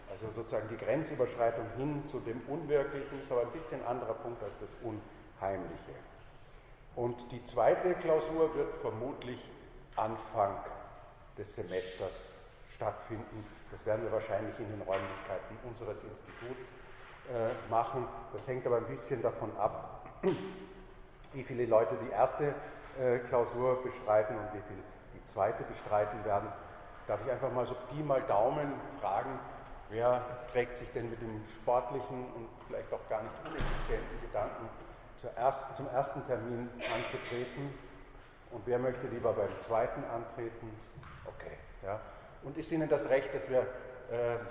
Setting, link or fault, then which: setting, large echoing room